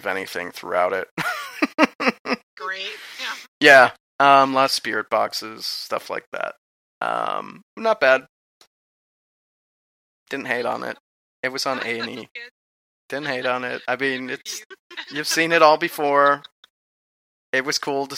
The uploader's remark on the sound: Haunted Salem Live. We had trouble connecting with our internet radio studio, so there will be uneven sounds and some audio hits throughout.